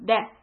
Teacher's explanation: tip of the tongue is hitting the back of the front teeth